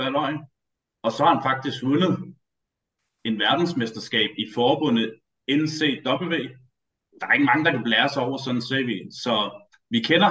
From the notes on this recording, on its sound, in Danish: Vi har optaget det via Zoom, så hvis lyden lyder meget speciel, så er det derfor.